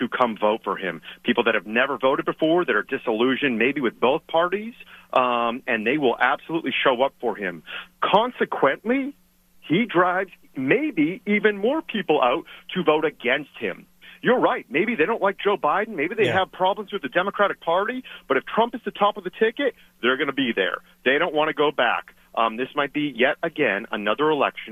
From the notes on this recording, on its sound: Calling in LIVE from South Carolina. In the Sig Sauer Studios, presented by AutoFair.